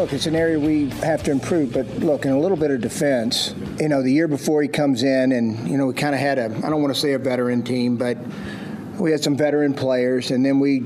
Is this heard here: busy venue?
yes